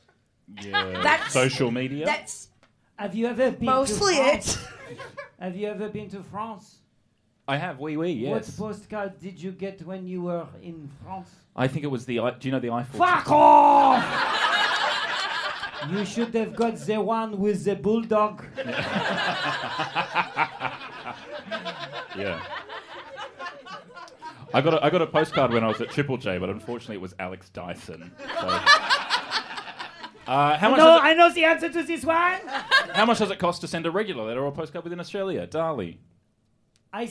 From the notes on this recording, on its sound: Recorded LIVE at the Melbourne International Comedy Festival 2021.